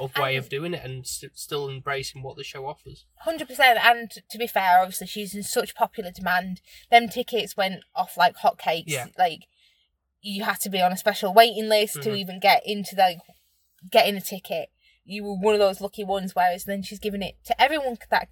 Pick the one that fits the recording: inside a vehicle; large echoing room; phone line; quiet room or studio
inside a vehicle